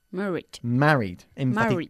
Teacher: Eso es, enfatizando la primera sílaba.